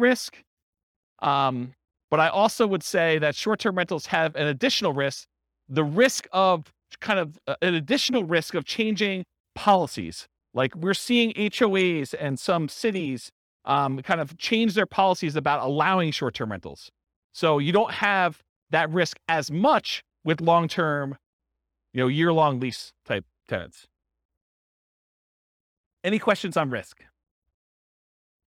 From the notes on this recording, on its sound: This was a live class recorded